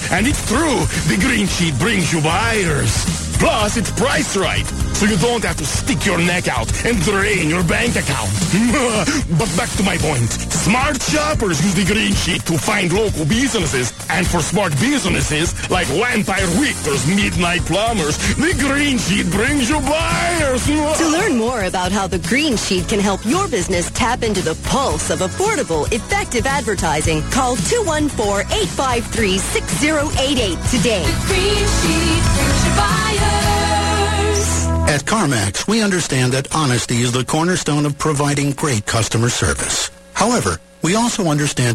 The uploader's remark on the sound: call in wasted though in the second hour